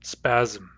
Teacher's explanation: We all hear a Z before the M.